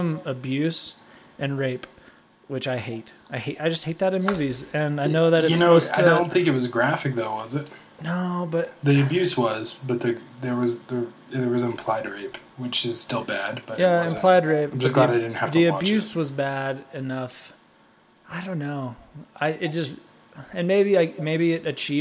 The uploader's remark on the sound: There is some funky echos going on in the episode.